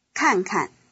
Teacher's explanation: Chinese verbs are often doubled, with a loss of tone on the second repetition. · Term: reduplication